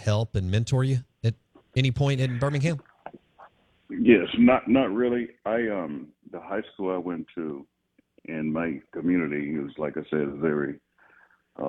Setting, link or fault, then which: link, phone line